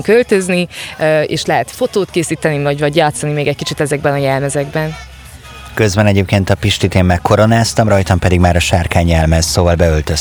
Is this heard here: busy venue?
yes